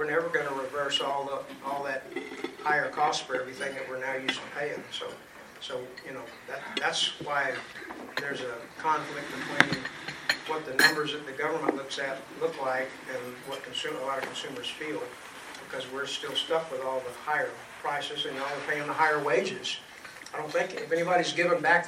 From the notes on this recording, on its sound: He mentioned the deal in his monthly report, which was given at the DoubleTree Suites by Hilton Hotel in McAllen.